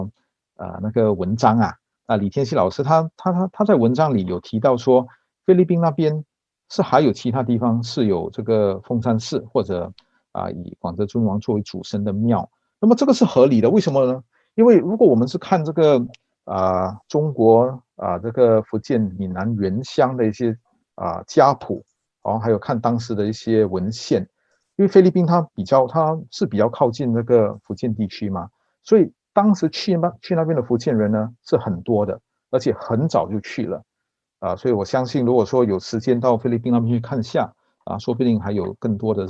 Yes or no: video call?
yes